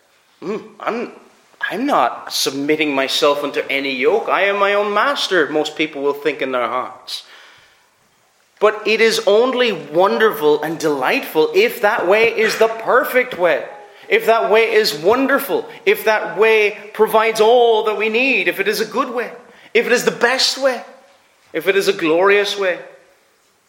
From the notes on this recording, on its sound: Preached at Ayr FCC's Communion.